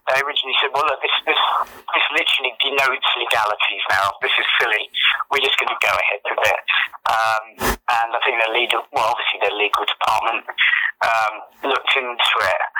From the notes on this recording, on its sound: by phone